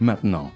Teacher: A lot of times French people, though, when they say it fast, they don't pronounce the T in the middle.